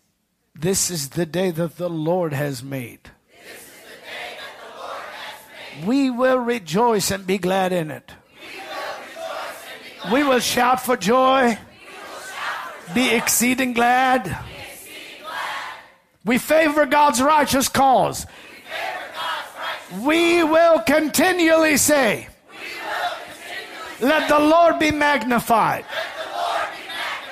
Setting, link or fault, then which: setting, large echoing room